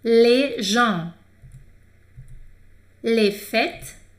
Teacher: Quando não começa com vogal, não pronuncia o S